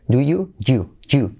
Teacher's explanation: La D más la Y, lo que hacemos es convertirlo en una letra clave GJ